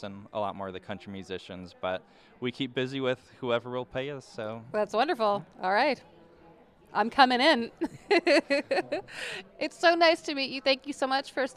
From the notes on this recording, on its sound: Live from the 5th annual Ameripolitan Awards